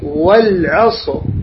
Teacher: الراء هنا ساكنة والصاد قبل الراء ساكنة والعين مفتوحة، فتفخم